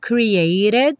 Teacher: O created teve o T reduzido para rarara.